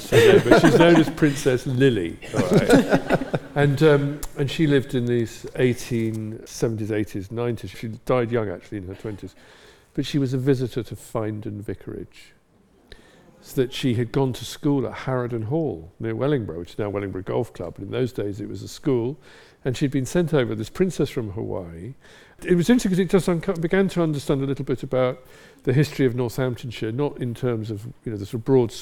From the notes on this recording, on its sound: Recorded during their live show at The Royal in Northampton. Answer questions from the audience.